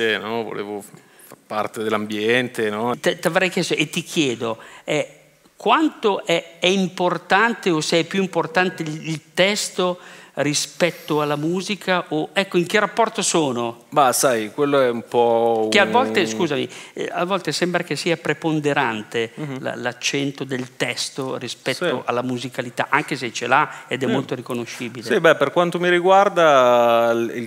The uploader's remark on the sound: a raccontarsi sul palco del PoretCast